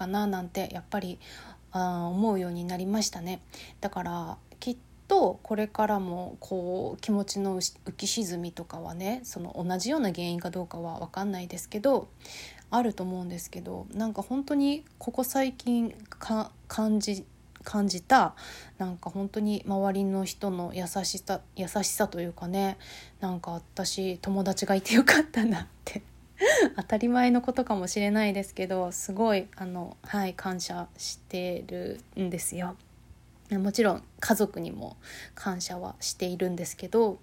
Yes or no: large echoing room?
no